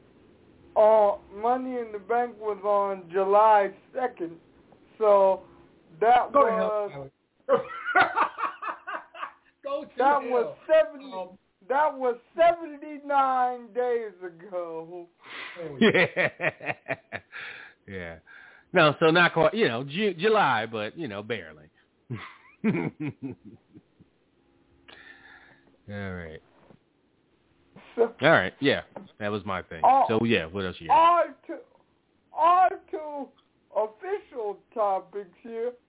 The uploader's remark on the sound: On this week's live ECC. Live calls, emails and more conversation. Weekly caller, email and tweet driven show.